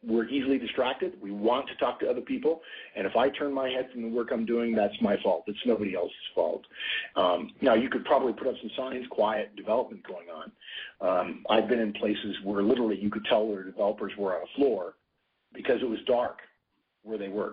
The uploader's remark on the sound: November 2010 Conference Call